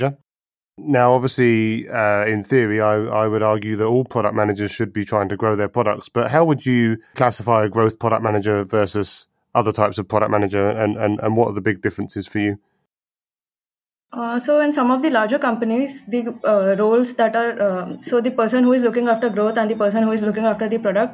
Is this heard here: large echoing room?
no